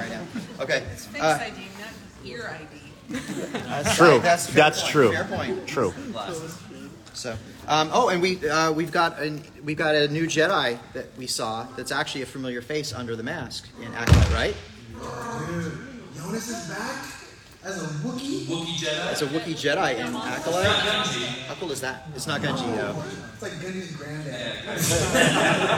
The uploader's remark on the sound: LIVE from Star Wars Celebration London